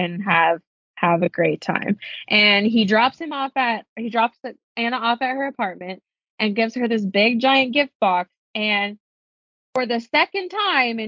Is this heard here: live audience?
no